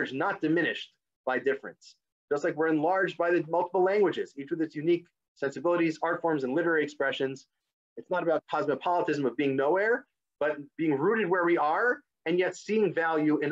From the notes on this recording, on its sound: This audio was originally captured from Zoom.